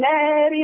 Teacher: أظهر التقليل لأن بعد الألف راء متطرفة مكسورة